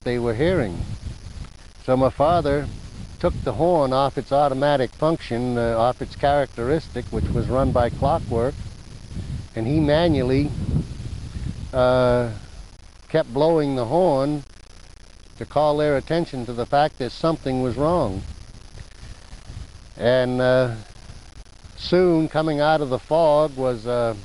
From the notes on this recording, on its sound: The Twin Lights of Thacher Island, Massachusetts. This episode includes historic audio recorded in the 1980s, as well as audio from a recent visit to the island.